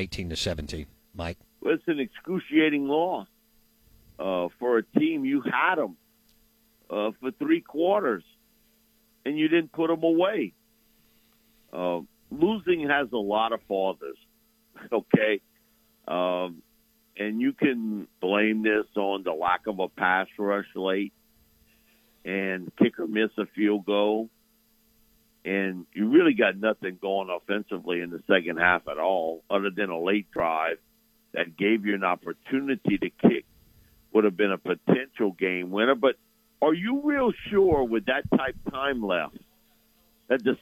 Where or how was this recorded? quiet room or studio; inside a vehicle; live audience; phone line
phone line